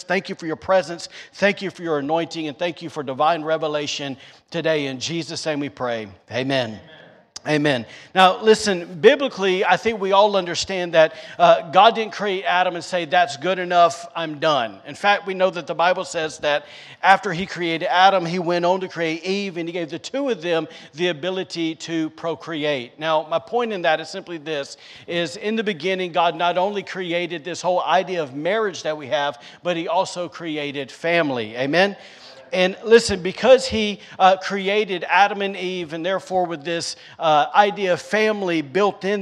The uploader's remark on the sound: recorded on Sunday, July 3rd, 2022, during service at The Anchor Church in Rockport, Maine.